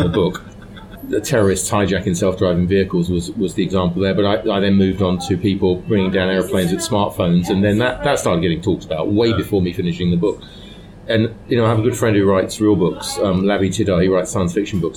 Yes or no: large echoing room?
no